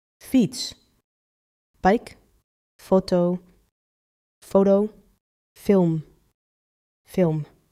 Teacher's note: F, voiceless, meaning the vocal cords don't vibrate. Air over the top teeth and lower lip, like English F.